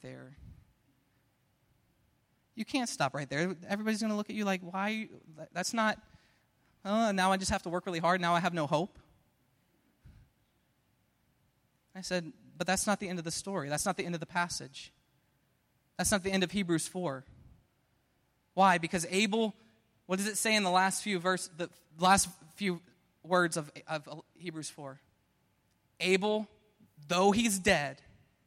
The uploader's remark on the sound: Preached at Restoration Road Church on July 2, 2017